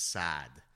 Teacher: Most people will just extend the A, so it just becomes Saad.